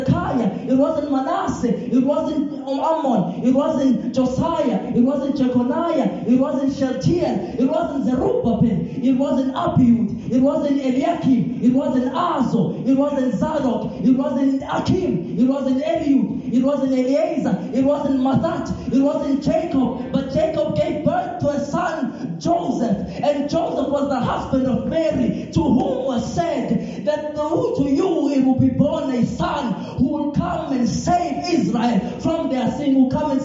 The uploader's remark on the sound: This Sermon was recorded live at Montclair SDA.